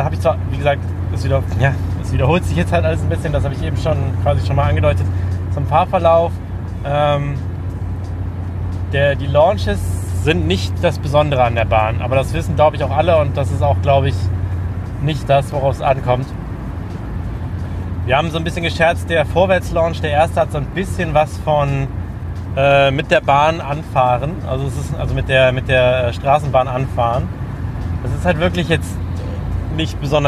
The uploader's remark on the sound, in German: Gemeinsam mit Ride Review reisen wir nach Bottrop in den Movie Park Germany zum Presseevent zum neuen Mack Triple Launch Coaster Star Trek: Operation Enterprise! In der Folge hört ihr nicht nur unsere Ersteindrücke aus erster Hand direkt vor Ort, ein Audio-Onride. Wir nehmen euch auch noch mit durch den Rest des Parks bis hin zum grandiosen Finale im Bermuda Dreieck.